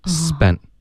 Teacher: No,这里不能浊化成的，因为如果浊化成的它就变成一个 spend,它的时态就变了。然后他就是在问这个问题，他就说那 spent 的 t 这里浊化。它的时态就变成 spent 了，那怎么办呢？就是很简单，它这里不会浊化，而会把这个 t 的音呢给省略